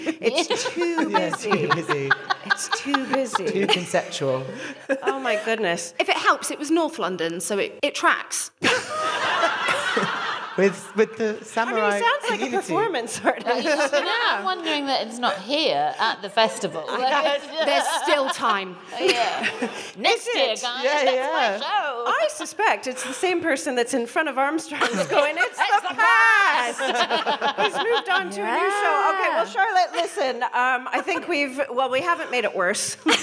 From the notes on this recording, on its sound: We then hear from a member of the audience